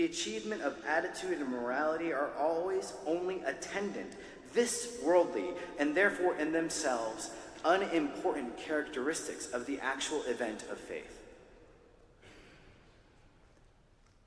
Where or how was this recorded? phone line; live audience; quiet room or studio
live audience